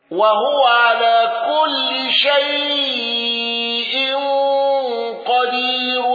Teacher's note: الأزرق بالوصل بين السورتين بلا بسملة مع ترقيق راء قدير